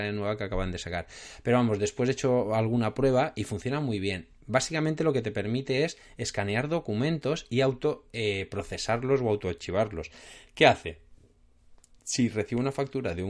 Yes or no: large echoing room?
no